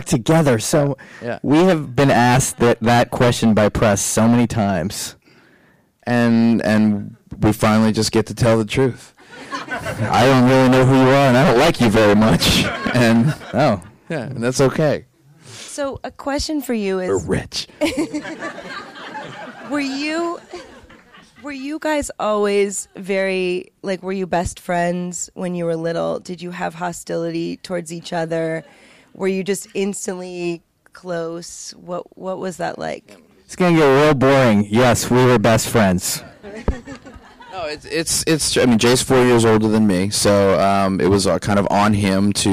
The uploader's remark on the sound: We apologize for the volume and distortion issues on this recording.